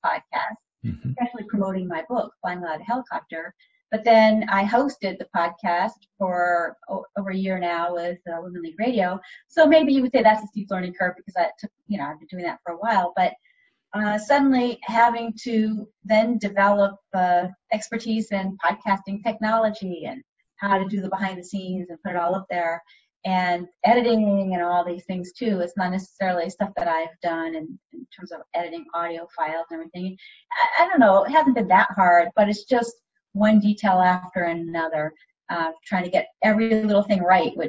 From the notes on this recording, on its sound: This show was recorded using Zoom video conferencing.